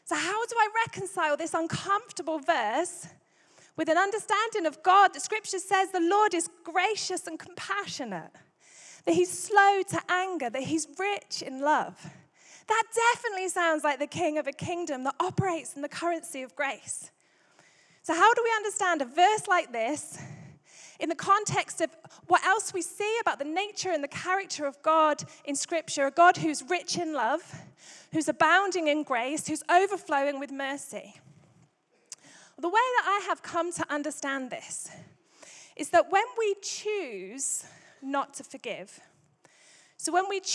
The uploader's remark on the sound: Recorded Live at Life Church Lancashire on Sunday 21st January 2024